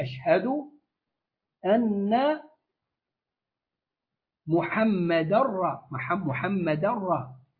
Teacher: عندي تنوين وبعد راء، ده اسمه إدغام كامل بغير غنة